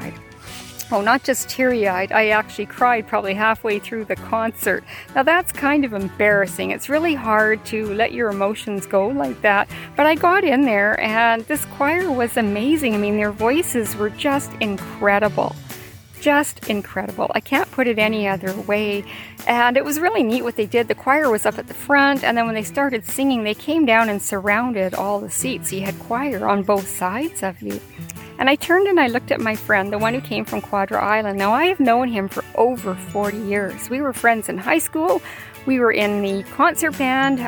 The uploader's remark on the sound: What started out as a quick late afternoon walk turned into a thought-provoking podcast recorded outside with nature. Please be forgiving of the occasional "hiss" that was coming from the cell phone recording, in addition to the sound of the plane overhead. It was an "on the spot" recording, direct from the heart.